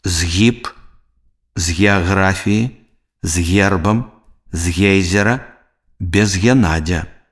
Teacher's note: Звонкі зычны «з» перад мяккім зычным «г» вымаўляецца цвёрда.